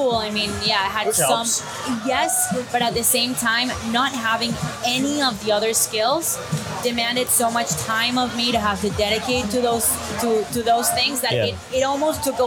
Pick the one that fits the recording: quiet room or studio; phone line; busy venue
busy venue